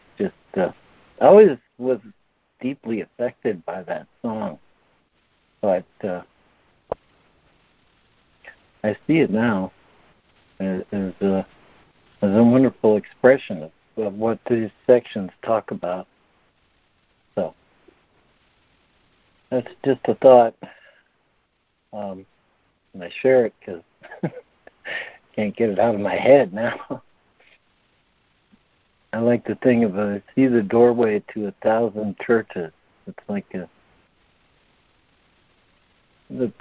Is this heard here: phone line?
yes